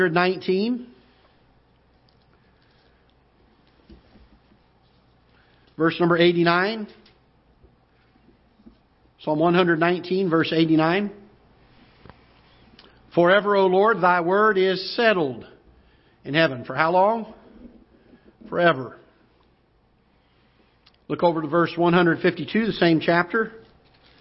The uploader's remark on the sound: Ketha Heights Baptist Church ~ Live Broadcast